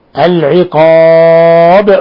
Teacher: ولا يخفى قلقلة الباء لأنها ساكنة حالة الوقف